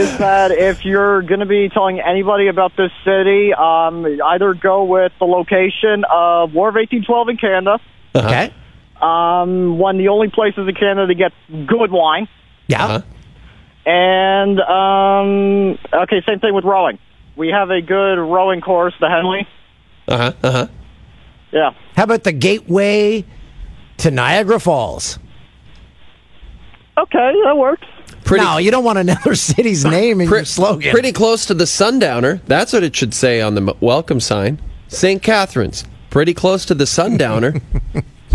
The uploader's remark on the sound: the pod listeners CALL IN!